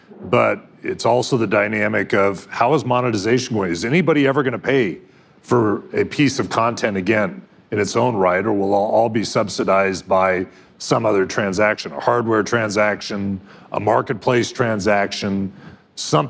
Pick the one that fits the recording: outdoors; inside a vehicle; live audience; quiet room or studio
live audience